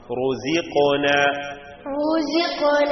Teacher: റായിന് ദമ്മ് കൊടുത്താലും തഫ്ഖീമാണ് നൽകേണ്ടത്. തഫ്ഖീമിന്റെ ശബ്ദം നൽകി ഉച്ചരിക്കണം.